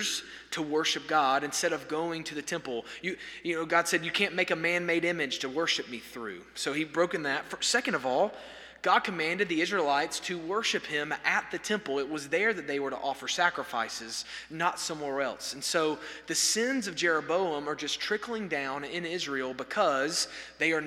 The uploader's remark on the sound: At First Baptist Church Hendersonville, NC during the Wednesday night Bible study hour.